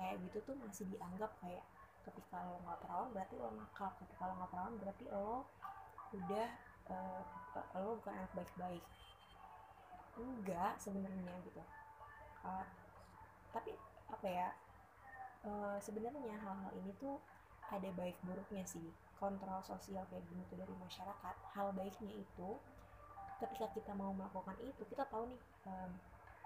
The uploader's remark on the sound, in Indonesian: Audionya kecil ya, use headphone for better experience (volume up)